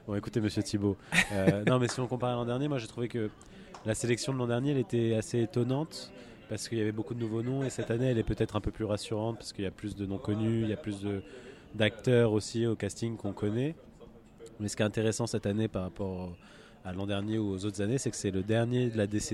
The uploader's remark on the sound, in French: Cette année, on fait le récapitulatif du Festival de Cannes depuis la terrasse du Grand-Palais.